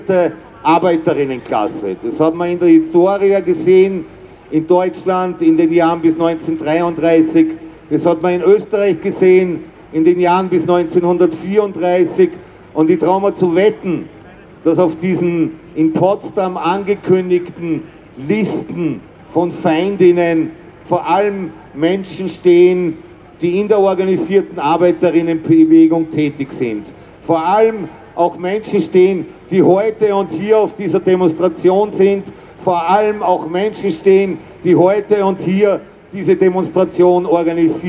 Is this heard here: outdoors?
yes